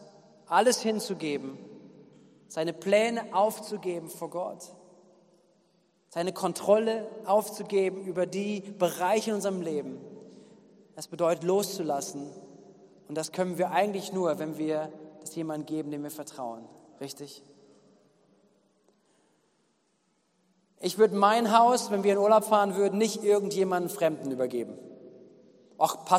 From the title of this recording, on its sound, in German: Gottesdienst am 18.07.2021